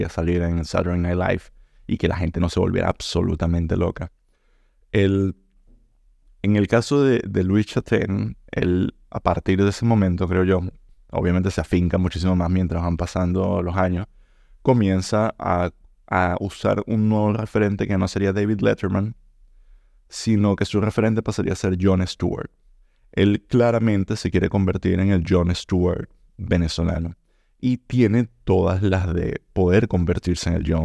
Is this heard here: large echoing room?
no